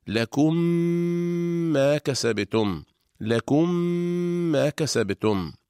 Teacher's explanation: تدغم الميم الأولى الساكنة في الميم الثانية المتحركة، فتصبح ميما واحدة مشددة تحتاج إلى غنة طويلة. إذن تنطبق الشفتان على الميمين إطباقة واحدة، فنطبق على ميم ساكنة ونفتح الشفتين على ميم متحركة مع ملاحظة الغنة · Term: إدغام الميم الساكنة